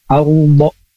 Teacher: Meskipun huruf ro ini dia sukun, tetapi karena sebelum huruf ro ada huruf yang berharokah fathah atau berharokah dhammah, maka ro itu dibaca tebal. · Kemudian ini huruf O dibaca tafkhim, dibaca tebal.